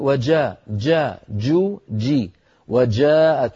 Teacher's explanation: الجيم الفصيحة أن يكون صوتها محبوس